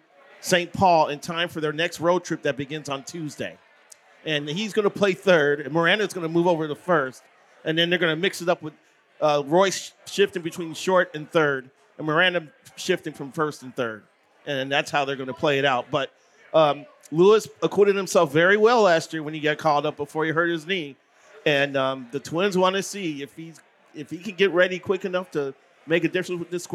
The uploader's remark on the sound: Live from The Loon.